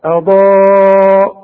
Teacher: الهمزة مرققة انما الضاد مفخمة